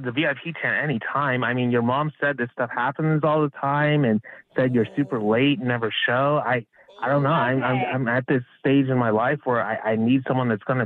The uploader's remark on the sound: The woman on the phone today